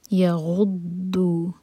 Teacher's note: ضاد زبان کی ٹپ سے نہیں پڑھا جاتا، ضاد کے لیے ہم زبان کا سائڈ یوز کرتے ہیں، اور یہاں پر شدہ ہے تو اسٹرانگ پڑھیں گے.